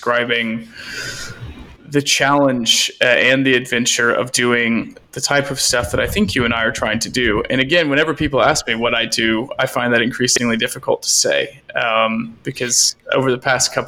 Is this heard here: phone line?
no